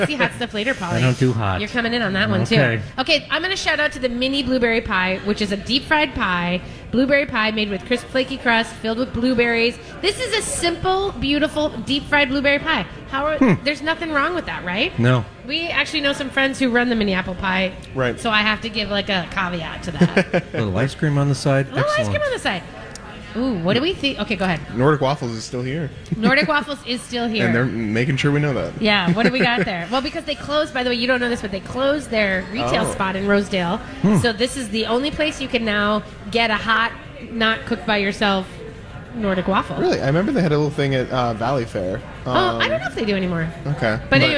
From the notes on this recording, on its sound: Live from Mallards! Broadcast live from Mallards Restaurant and Lounge in Bloomington!